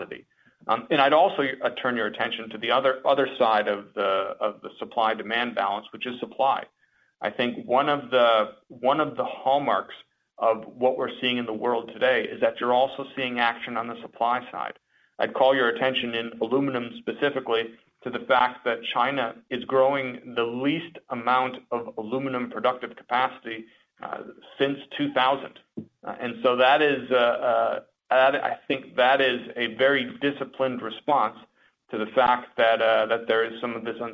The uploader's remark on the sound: Alcoa (AA) Q2 2019 Earnings Call